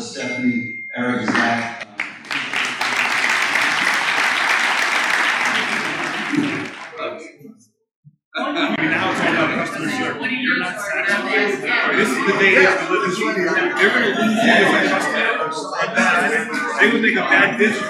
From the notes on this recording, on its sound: Marcum Food & Beverage Summit. The event was held on September 10th at Convene Conference Center in Manhattan, NY.